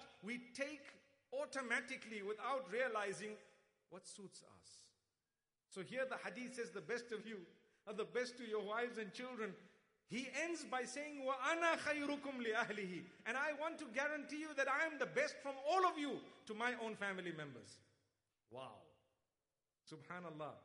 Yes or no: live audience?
yes